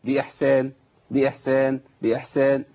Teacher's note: الحاء لا تخرج الا ببحه صوت